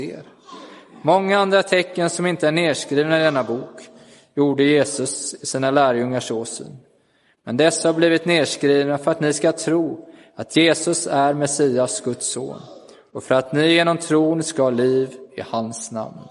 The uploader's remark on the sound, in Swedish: Inspelad i Roseniuskyrkan den 16 april 2023.